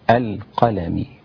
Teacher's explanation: القلم، القاف حرف استعلاء مفخم